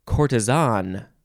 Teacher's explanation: And then the British say courtesan. They emphasize the last syllable.